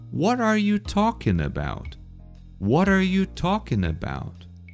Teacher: Two main stress points, emphasis points in this sentence: what and talking.